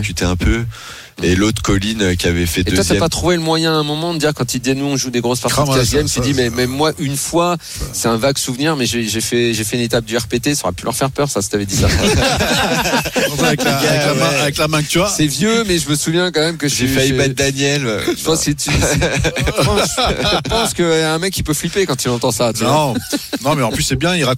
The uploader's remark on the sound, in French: en direct des WSOP à Las Vegas